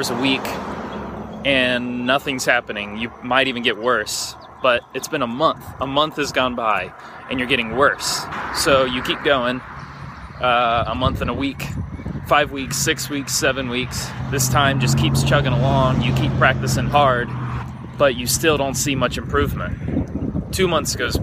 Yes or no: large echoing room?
no